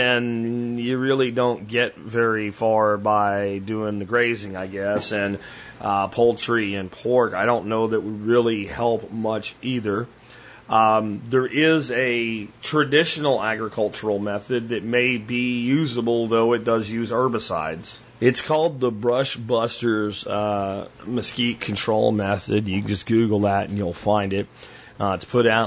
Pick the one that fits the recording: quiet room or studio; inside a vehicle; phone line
phone line